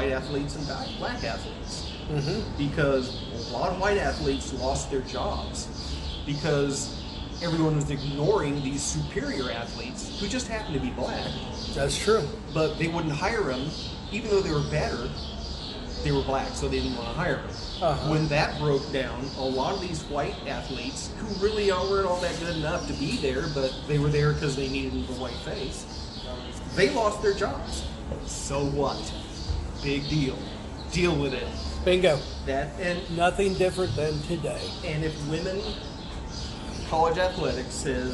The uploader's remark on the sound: A tasteful variety of audio qualities, random artifacts and background noises